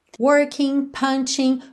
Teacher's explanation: working, punching, com G aí pintadinhos de cinza, porque a gente não pronuncia o G dessa terminação ING